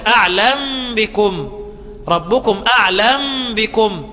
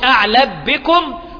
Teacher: ما يقولش أعلب بكم، لو قال وتضغم يبقى له أعلب، لكن هي قال لك تسكن أعلم بكم. لما تيجي الميم الساكنة بعدها الباء يبقى حكمها الإخفاء، إخفاء الشفوي · Shown in: first take